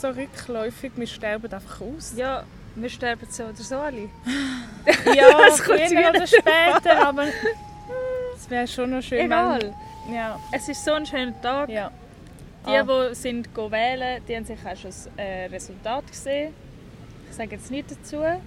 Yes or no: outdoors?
yes